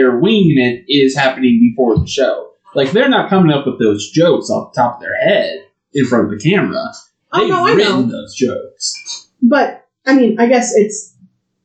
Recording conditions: poor sound quality